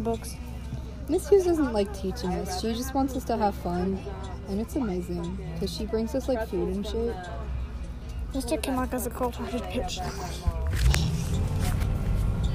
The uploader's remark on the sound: Recorded on a bus